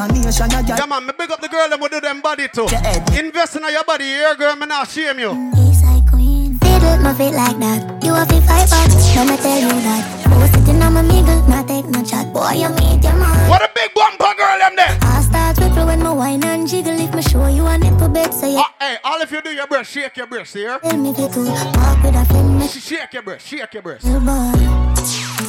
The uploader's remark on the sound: PRIVITE PARTY LIVE AUIDO